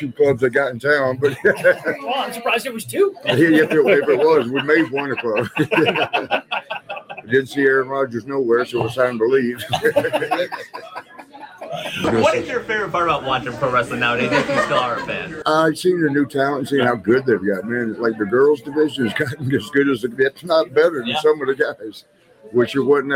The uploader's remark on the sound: Live from Starrcast in Schaumburg.